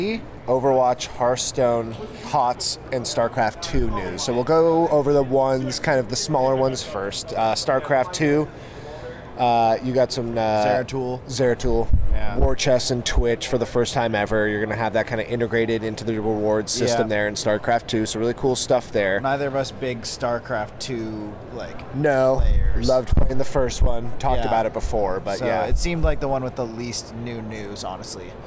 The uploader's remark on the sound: The Joystick Club are LIVE from Anaheim,CA at #BlizzCon2018! We played the demos, walked the floor, watched a lot of #OverwatchWorldCup and even had Mike Morhaime walk by while we were taping.